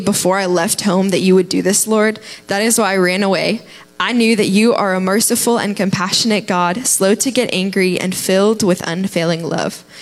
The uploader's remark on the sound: Live from The Summit Church in Dover, OH